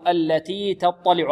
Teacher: التي تطلع، التي تطلع، التاء هنا مرققة مهموسة، والطاء ماذا؟ مفخمة، واللام مرققة